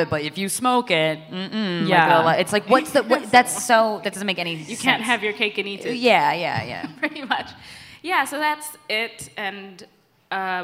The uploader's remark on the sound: Recorded LIVE at Guys We Fest in Brooklyn, NY. Was recorded LIVE in Brooklyn, NY at the first-ever GUYS WE FEST! After taking some questions from the audience.